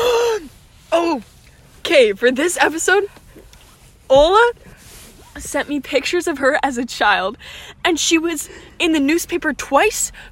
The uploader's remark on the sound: After a celebratory dinner we sit in the car.